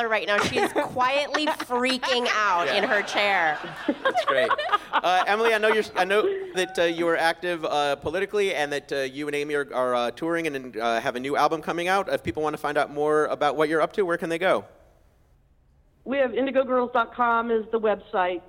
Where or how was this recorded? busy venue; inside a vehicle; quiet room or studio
busy venue